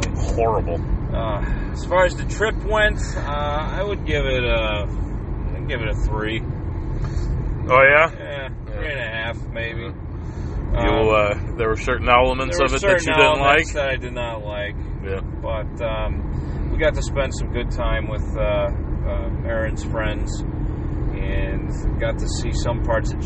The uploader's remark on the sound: road trip edition